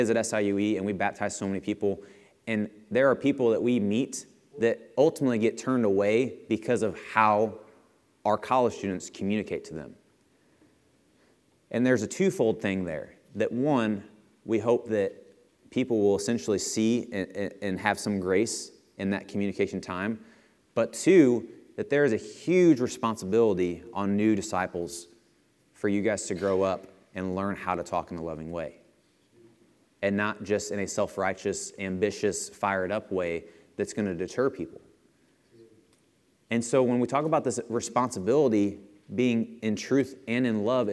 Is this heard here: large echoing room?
yes